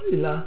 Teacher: man hört es sehr deutlich, dass hier einen Augenblick die Luft sozusagen gestoppt wird · Term: Glottisverschluss